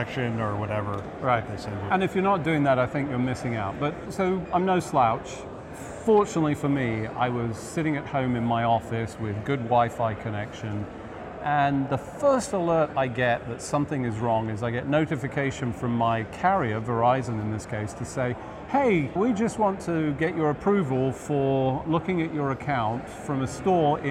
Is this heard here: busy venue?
yes